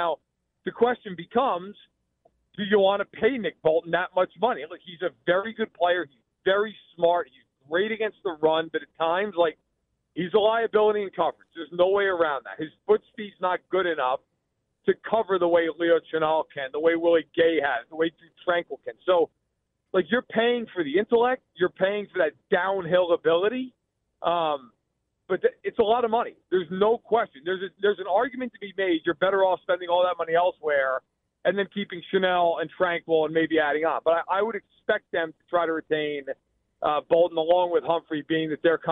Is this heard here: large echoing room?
no